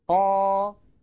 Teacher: نشأت من تطويل فتحة قا، إذن طولت فتحة قا فنشأ حرف الألف · Term: المد الطبيعي